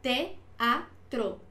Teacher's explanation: la E seguida de la A, dos fuertes, la separo, teatro, tres sílabas también.